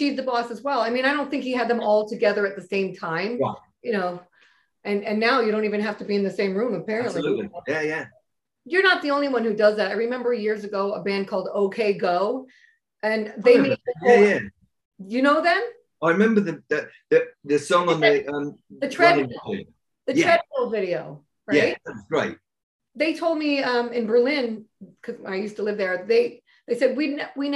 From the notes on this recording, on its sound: on a video zoom chat